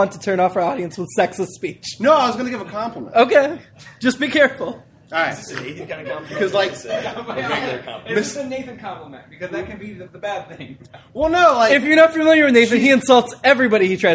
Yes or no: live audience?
yes